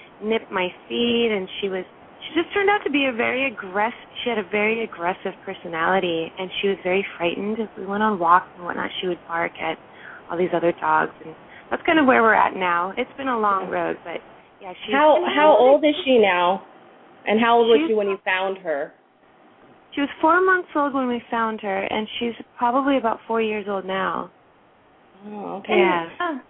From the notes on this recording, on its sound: open up the lines for listeners to call